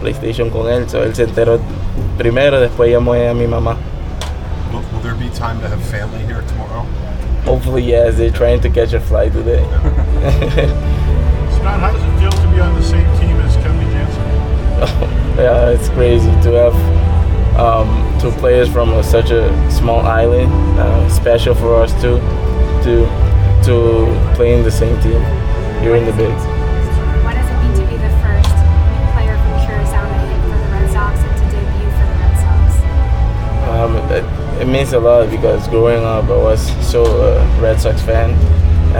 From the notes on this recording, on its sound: we bring you behind the scenes to hear the outfielder's introductory press conference